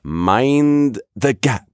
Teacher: There's that long mind and then the gap comes quick. · Term: cadence